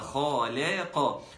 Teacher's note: هي خالا، اللام مرققة، صحيح الخاء مفخمة ولكن اللام تكون مرققة، يبقى خالق.